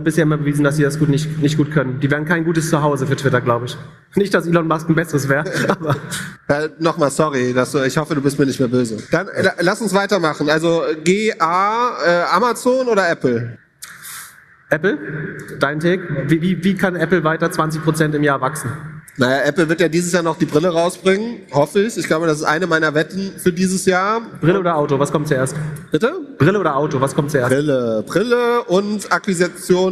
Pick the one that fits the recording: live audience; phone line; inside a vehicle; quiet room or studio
live audience